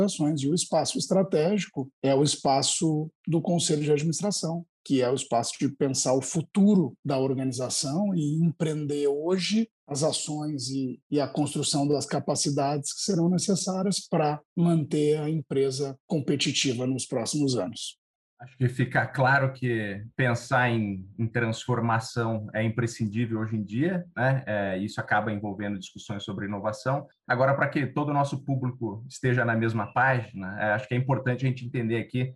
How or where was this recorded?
video call